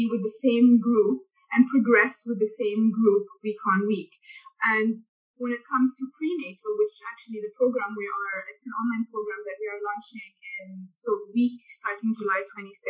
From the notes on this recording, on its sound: a Zoom chat